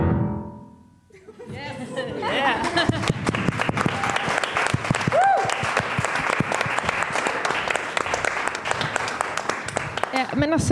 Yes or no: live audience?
yes